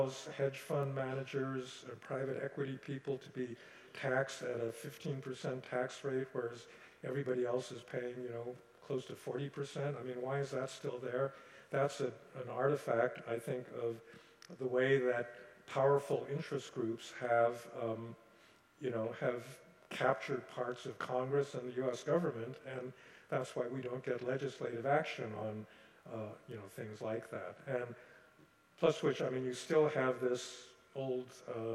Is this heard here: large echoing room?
yes